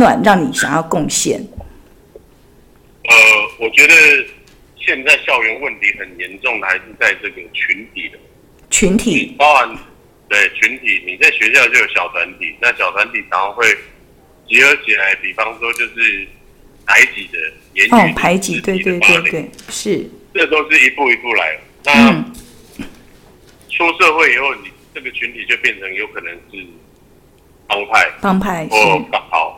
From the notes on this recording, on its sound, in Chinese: 本集因採電話訪問，錄音品質稍有影響，敬請見諒。